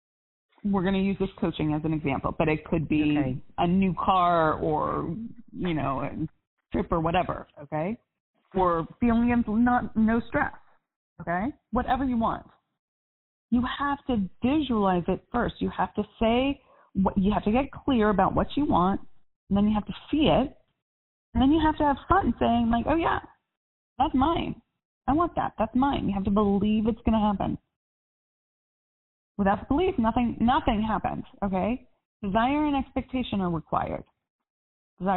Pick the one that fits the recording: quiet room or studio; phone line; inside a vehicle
phone line